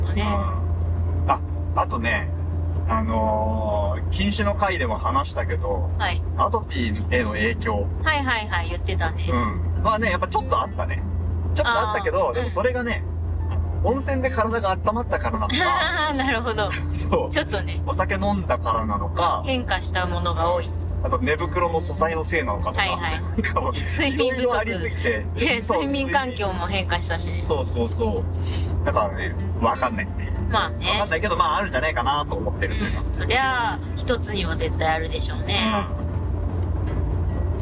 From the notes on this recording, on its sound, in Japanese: 家族で初キャンプの帰り道に収録したドライブ番外編。